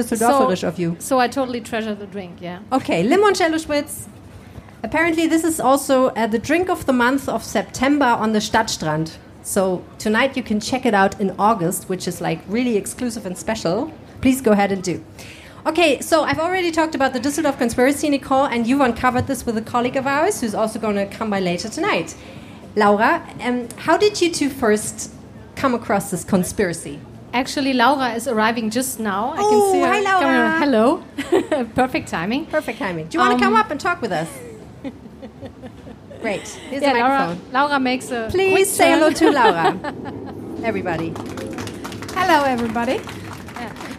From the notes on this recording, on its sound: (LIVE & in English). On August 21st, 2023, we met at the Stadtstrand and recorded this special episode just for you.